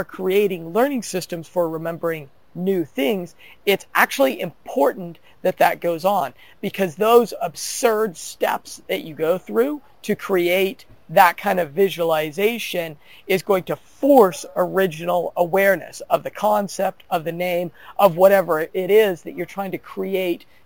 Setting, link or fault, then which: setting, outdoors